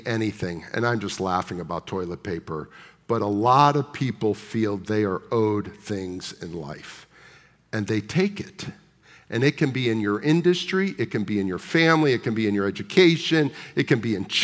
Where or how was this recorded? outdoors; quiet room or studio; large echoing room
large echoing room